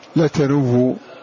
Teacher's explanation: حرك الواو بحركة الضم ورومها لتنوء، وفيها إشمام لتنوء لتنو لتنو، ضم الشفتين فيها لأنها أصوات لتنوء.